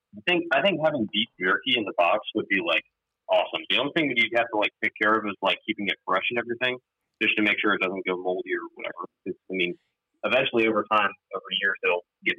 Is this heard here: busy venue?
no